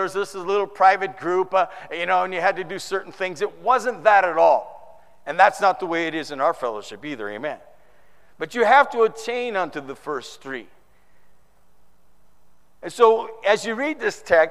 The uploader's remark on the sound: Preached in the 2013 San Antonio TX Conference